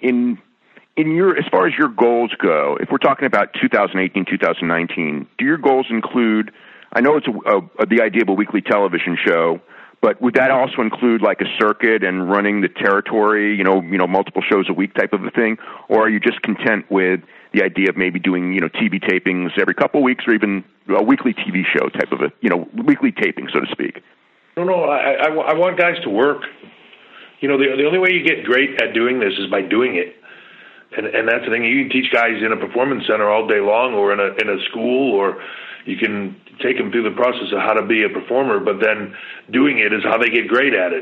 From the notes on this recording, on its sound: customary pre NXT Takeover Conference Call